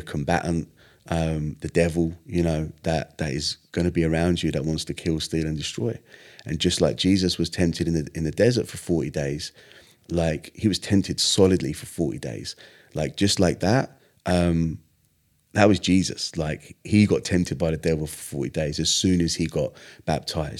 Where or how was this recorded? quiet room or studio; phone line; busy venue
quiet room or studio